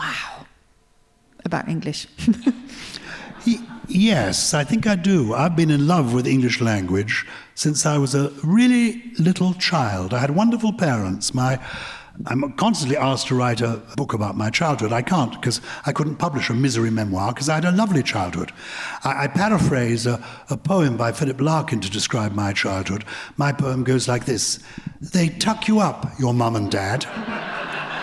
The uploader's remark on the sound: This week is our first ever show recorded in front of a LIVE audience. In front of a packed room of Purple People at the Islington Assembly Hall in London.